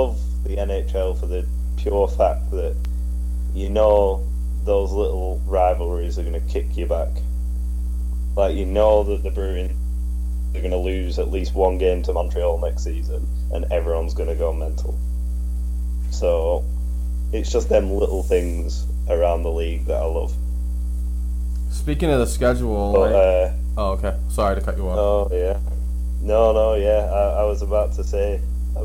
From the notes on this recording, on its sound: We once again apologise with the technical difficulties as we're trying to find other avenues to provide our followers with the best recordable content available.